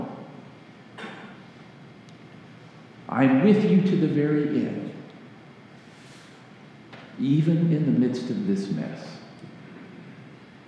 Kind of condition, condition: setting, live audience